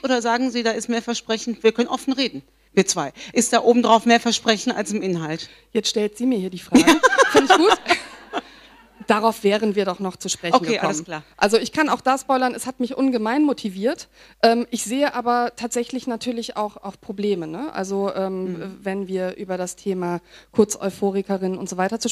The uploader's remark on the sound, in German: live vor Publikum aufgezeichnet